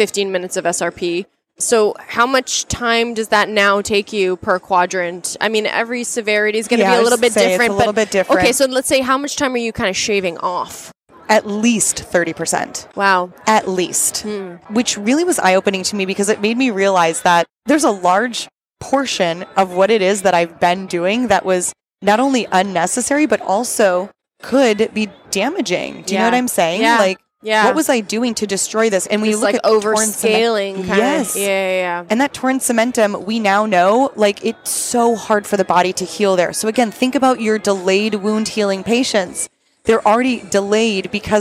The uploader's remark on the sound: We recorded this episode in Boston live on the tradeshow floor at Yankee Dental Congress